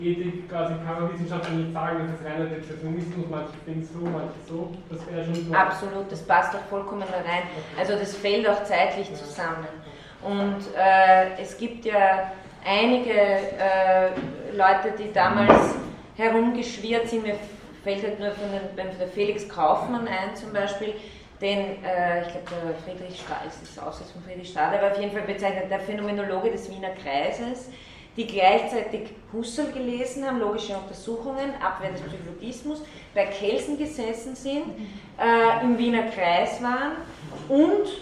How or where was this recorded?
large echoing room